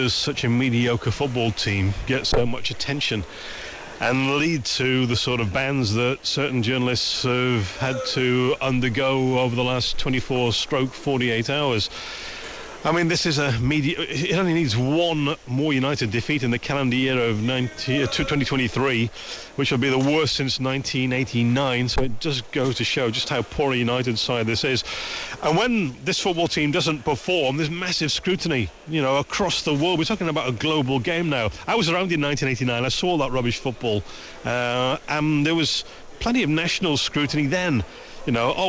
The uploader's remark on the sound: live from Old Trafford